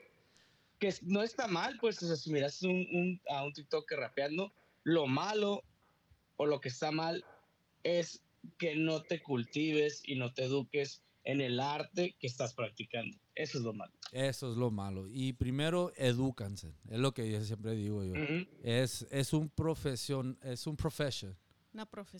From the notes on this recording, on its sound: Interview via telephone